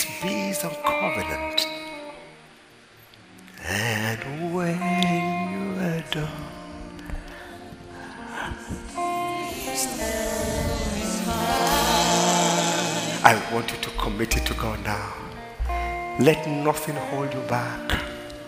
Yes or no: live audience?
yes